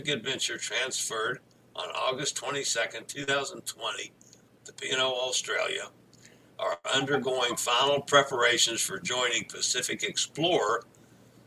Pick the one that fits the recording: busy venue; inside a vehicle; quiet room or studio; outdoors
inside a vehicle